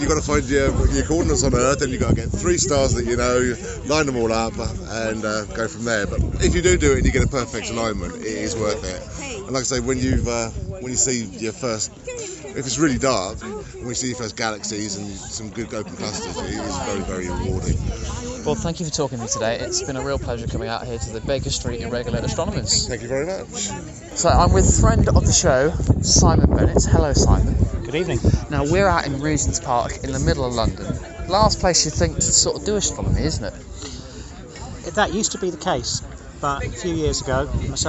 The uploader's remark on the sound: We apologise in advance for how windy it was for the interviews in the park. Sadly, the wind decided to blow just as.